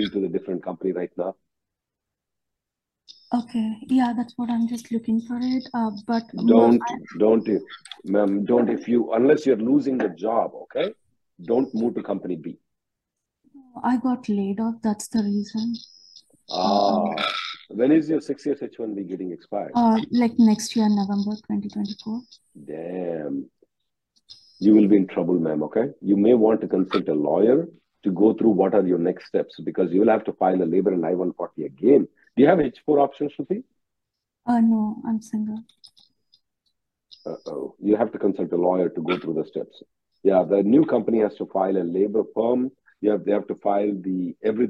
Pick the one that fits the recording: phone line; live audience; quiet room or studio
phone line